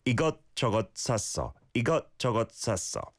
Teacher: The single 시옷받침 is like a T that's caught in the back of your throat